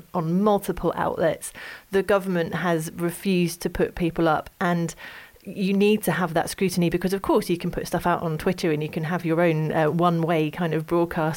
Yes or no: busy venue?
no